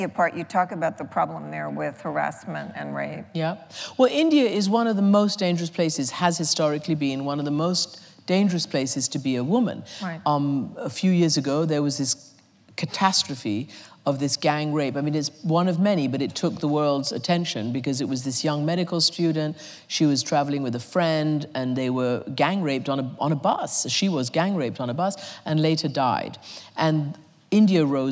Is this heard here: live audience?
yes